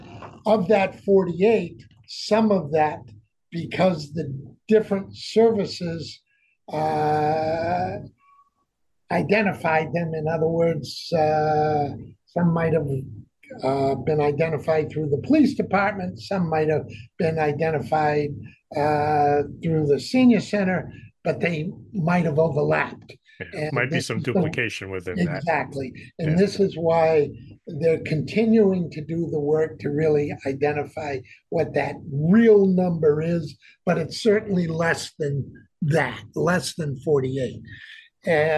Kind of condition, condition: link, video call